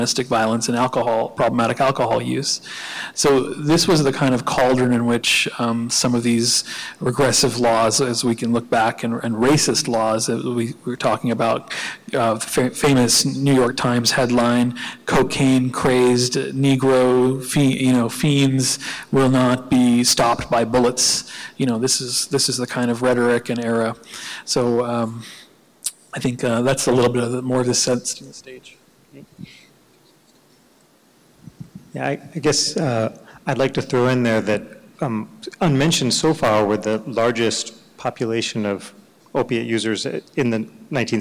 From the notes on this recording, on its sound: The Drug Policy Alliance and the New York Academy of Medicine hosted a free conference marking the 70th Anniversary of the report. This audio clip was recorded at the symposium on May 1st.